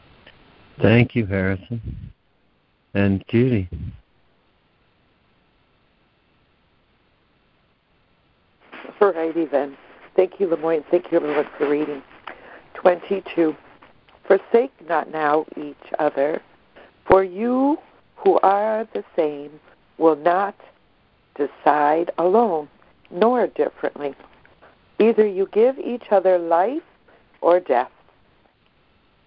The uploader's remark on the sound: ACIM Daily Conference Call